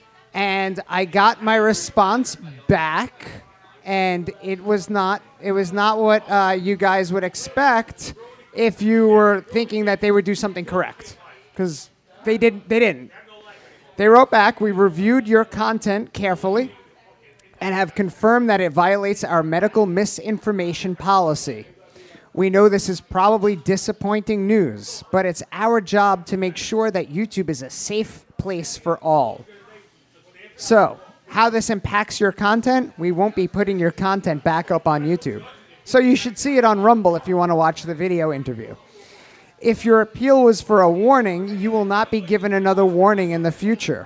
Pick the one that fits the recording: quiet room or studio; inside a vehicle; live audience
live audience